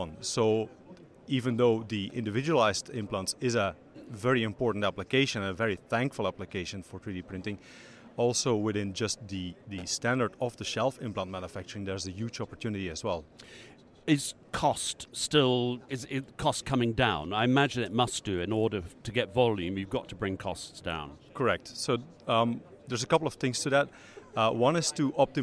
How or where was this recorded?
busy venue